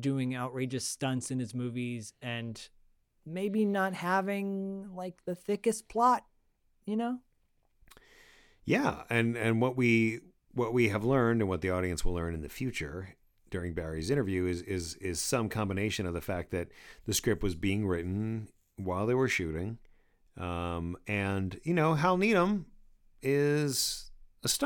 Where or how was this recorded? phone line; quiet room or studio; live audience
quiet room or studio